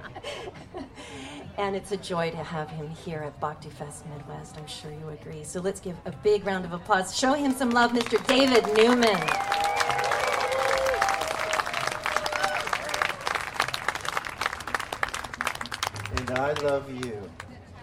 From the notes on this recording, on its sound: Live at Bhakti Fest Midwest 2013